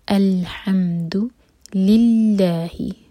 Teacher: یہاں بھی لام جلالہ لائٹ ہوگا، یہ دو ورڈس ہیں لی اور پھر اللہ، تو جب دونوں جڑیں گے تو یہ بنے گا للہ. لام جلالہ میں الف چھپا ہوتا ہے تو یہ ہمیشہ ہم دو حرکہ لمبا کھینچیں گے.